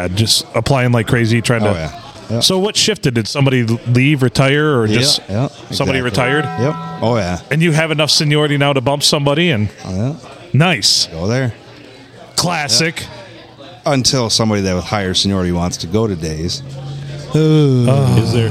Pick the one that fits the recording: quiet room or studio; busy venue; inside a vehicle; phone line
busy venue